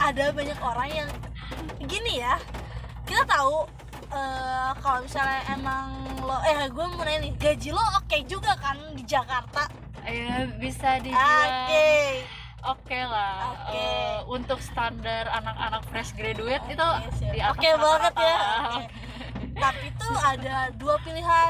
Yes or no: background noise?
yes